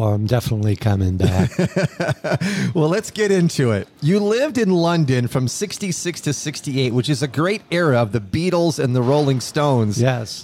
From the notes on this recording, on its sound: Recording from The Lemon Tree Café & Market in Las Vegas